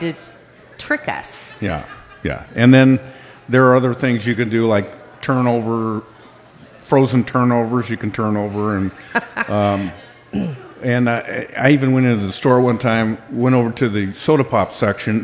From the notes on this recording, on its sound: Part 2 of the live 100th Episode Taping Party